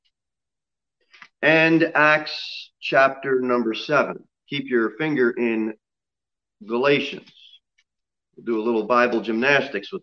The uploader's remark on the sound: Sermon delivered at Pilgrim Baptist Church on Sunday, November 15, 2020, at 11:15 am. Jere Whitson Rd. Pilgrim Baptist Church is a bible-believing, independent Baptist church.